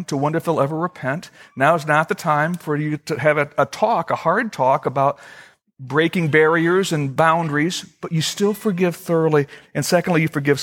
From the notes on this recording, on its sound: Originally recorded on September 15, 2013, at Fellowship Missionary Church, Fort Wayne, IN.